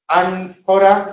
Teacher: El fonema N tiene muchos alófonos, porque el fonema nasal tiende a asumir el punto de articulación de la consonante que sigue. Entonces, la N en ánfora es labiodental. ¿Por qué? Porque va seguida de una consonante labiodental.